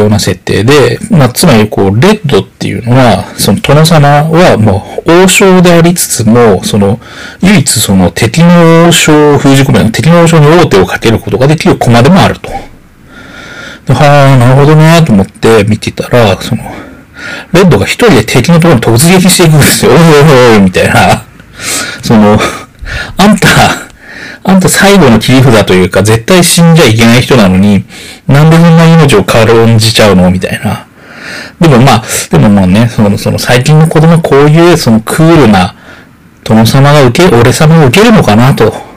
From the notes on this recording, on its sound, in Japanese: ベロベロの状態で録音したせいか、音質が悪いです。すみません。